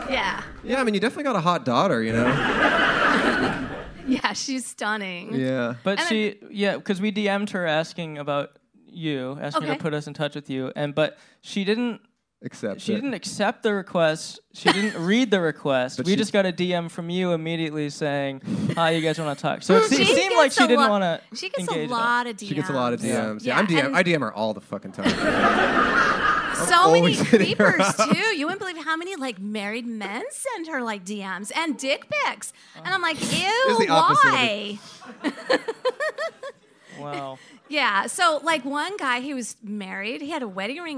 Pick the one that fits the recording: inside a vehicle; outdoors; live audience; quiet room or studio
live audience